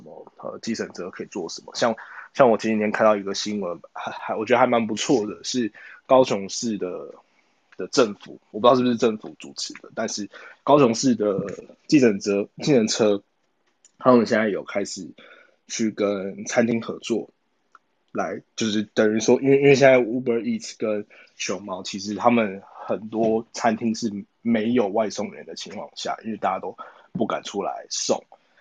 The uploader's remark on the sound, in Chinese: 疫情的關係，我們採用 ClubHouse 的方式錄音。有一些不清楚或雜訊的部分，還請大家多多包涵見諒。